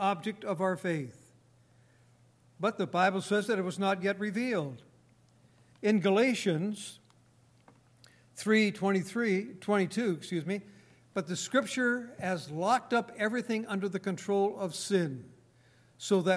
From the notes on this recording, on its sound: Recorded on June 24, 2018, at Grace Bible Fellowship in Front Royal, VA.